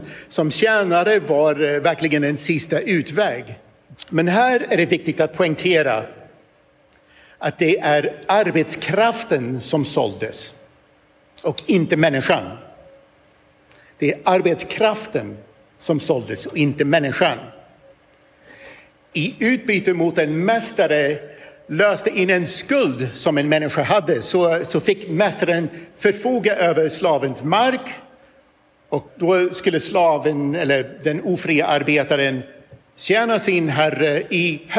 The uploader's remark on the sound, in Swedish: I detta inspelade föredrag från Uppdrag: Guds rike 2023